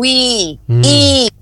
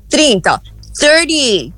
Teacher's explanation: Um I bem comprido, bem longo, bem forte